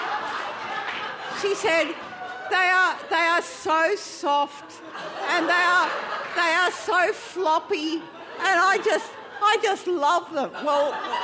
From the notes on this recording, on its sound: Recorded at the Arthouse Hotel on May 29 2013.